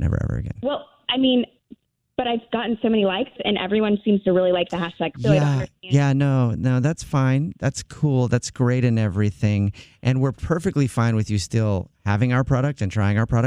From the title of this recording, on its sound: Phone Prank!